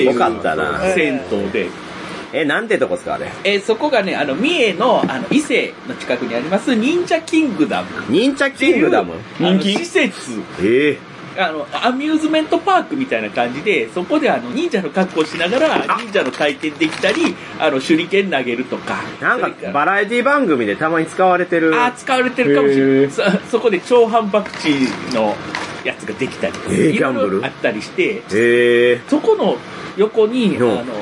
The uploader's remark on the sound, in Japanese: いい旅ボド気分 in 伊勢。一部、屋外での収録のため、騒音雑音が入っております。